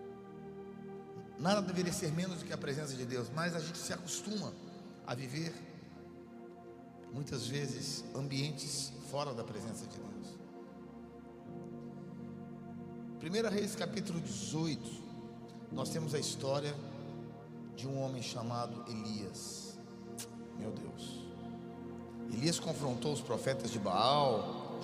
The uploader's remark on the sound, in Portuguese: A Refúgio Summit Conference aconteceu no dia 30/09/2023 na nossa Igreja.